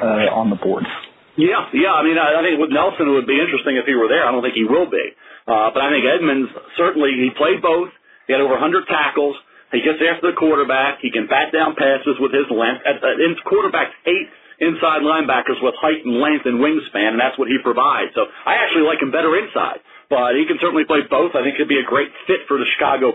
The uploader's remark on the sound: NFL Draft Conference Call